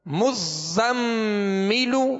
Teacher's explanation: آگے میم مشدد ہے تو کیا کریں گے؟ غنہ کریں گے، مزمل. زا کو سختی میں پڑھیں گے سیٹی کی آواز پیدا ہوگی.